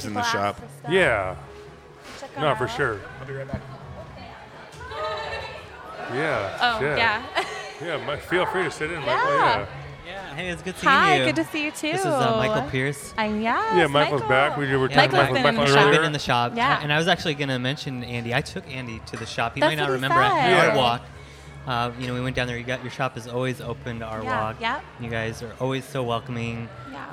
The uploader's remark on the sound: LIVE FROM NORTHWEST THRIFTCON